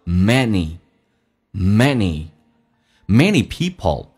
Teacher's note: 这个 n 其实是发两遍的，也就是说前后 n 都要发